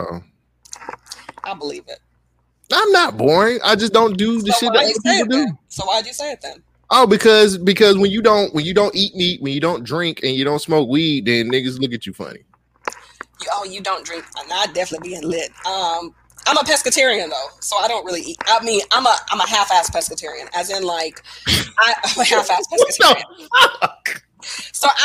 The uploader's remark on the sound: WARNING THE AUDIO IS OFF BECAUSE OF TECHNICAL DIFFICULTIES